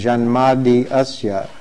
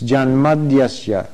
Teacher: when you have an I ending a word followed by an A, the I changes to a Y · Shown in: second take · And what that means is that you just pronounce it and the following word as though it were one word.